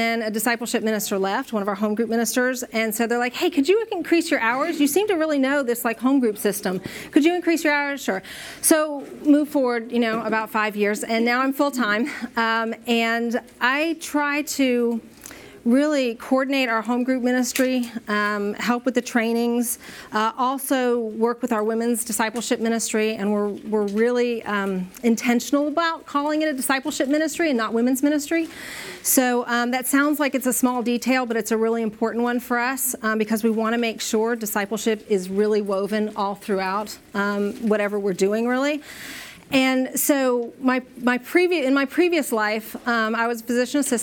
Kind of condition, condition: setting, live audience